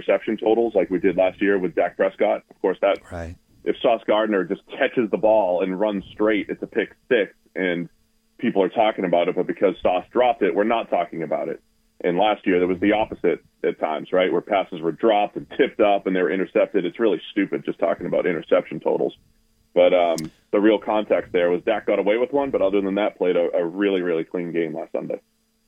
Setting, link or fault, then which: link, phone line